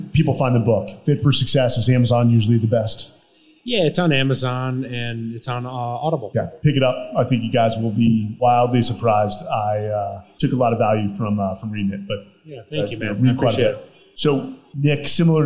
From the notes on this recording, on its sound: This episode was recorded in front of a live audience at Whiskey Tango Foxtrot in Austin, Texas.